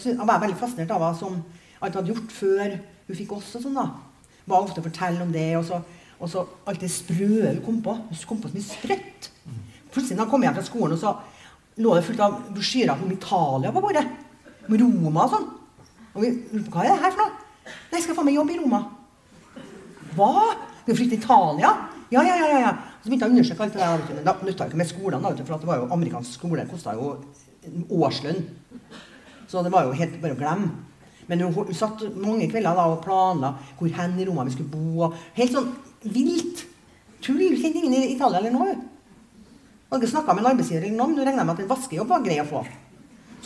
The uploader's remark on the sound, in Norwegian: Innspilt i kinosal 1 i Sølvberget bibliotek og kulturhus i september 2023.